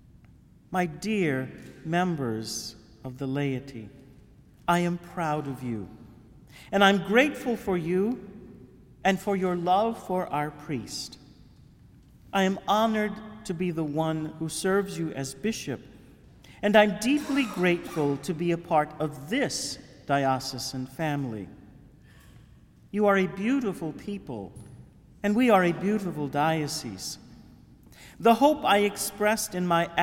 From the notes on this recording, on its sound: Homily for the Holy Thursday Chrism Mass given at the Cathedral of St Francis de Sales in Houma.